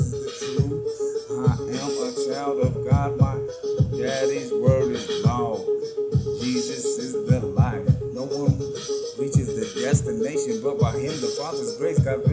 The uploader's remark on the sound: Just used the phone to record.